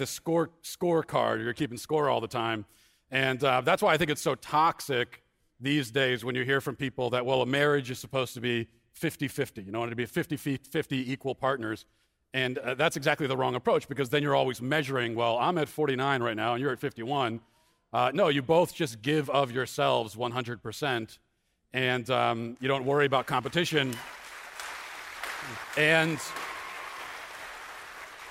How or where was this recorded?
live audience